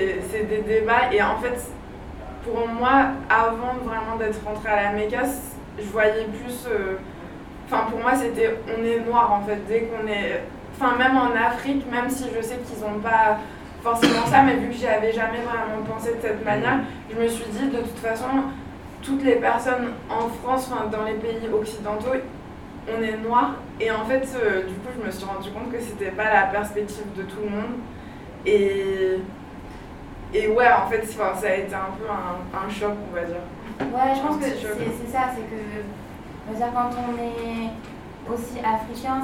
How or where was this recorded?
busy venue